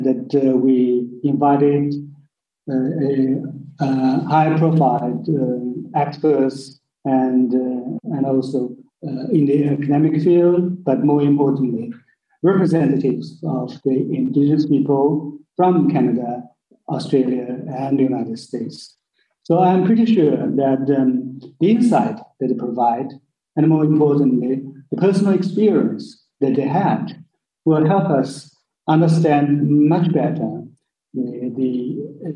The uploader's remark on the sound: A panel discussion on the violation of Indigenous People’s Human Rights in Canada, the USA and Australia was held via Zoom. As a side event during the 48th session of the United Nations Human Rights Council.